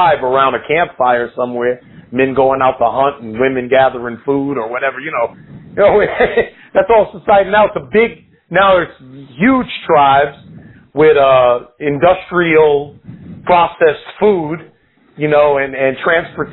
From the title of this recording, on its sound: On the phone